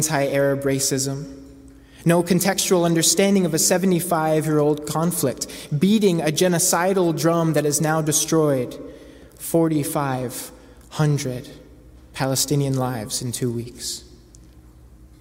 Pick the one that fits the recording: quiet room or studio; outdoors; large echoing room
large echoing room